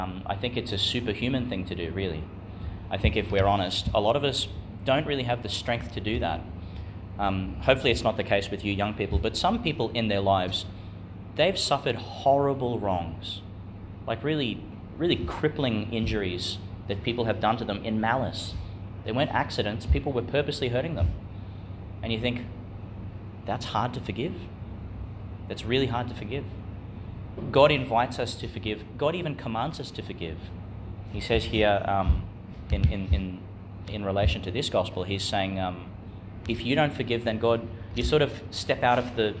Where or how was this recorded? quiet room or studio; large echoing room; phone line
large echoing room